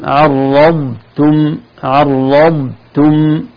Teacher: الضاد مستعلية مستطيلة مفخمة منطبقة بعدها حرف التاء من طرف اللسان. لو ما انتبهنا قلنا عرضتم عرضتم كأنها إما كلها مدغمة كأنها تاء مشددة أو تاء مستعلية أو طاء مفخمة، لكن عرضتم تم ربتم في نهاية الضاد ننزل باللسان ثم طرف اللسان فقط هو الذي ينطق التاء.